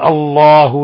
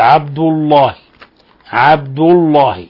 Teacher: وفخم اللام من اسم الله عن فتح أو ضم كعبد الله